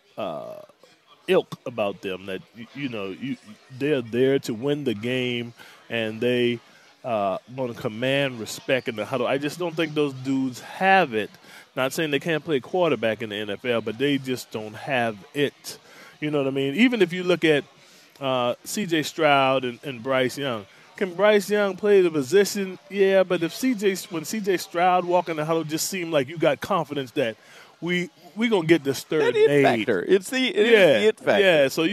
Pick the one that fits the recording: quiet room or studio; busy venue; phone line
busy venue